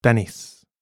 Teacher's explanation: it is pronounced like the T in timber, without aspiration